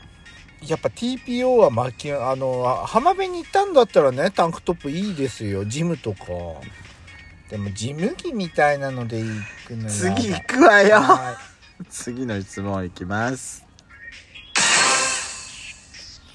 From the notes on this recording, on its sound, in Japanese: Radiotalk。2人組。パーキング収録。